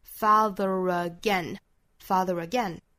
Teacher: father 和 again 之间小小的 r 的连接